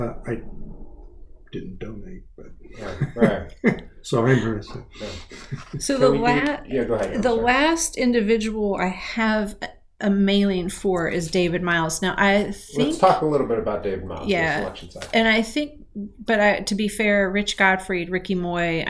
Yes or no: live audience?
no